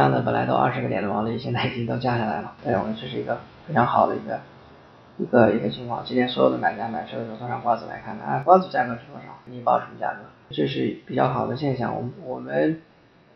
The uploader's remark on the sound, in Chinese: 本期采访时录音设备出现了状况，原始录音丢失，无法恢复，这是在仅存的采访录音孤本基础上调音、整理的，音质不佳。